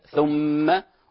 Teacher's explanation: حرف الغنة المشدد يغن مقدار حركتين